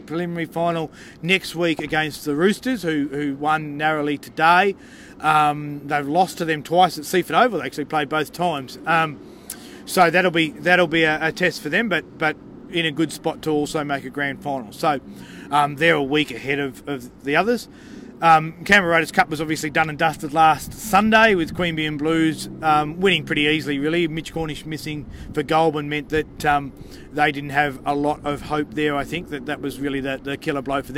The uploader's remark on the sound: The Greenhouse Live was there to analyse the game and capture the joy of the fans, with the Raiders qualifying for an historic first Preliminary Final at Canberra Stadium.